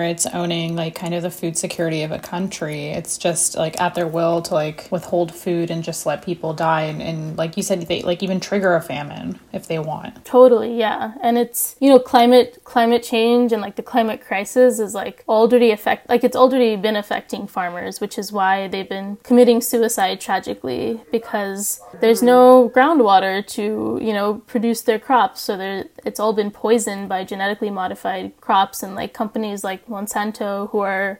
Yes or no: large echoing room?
no